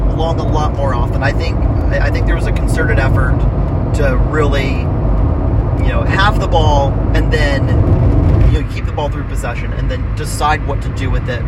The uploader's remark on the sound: Hello from the car! Check in from I-24. The audio quality is a bit rough, so we apologize.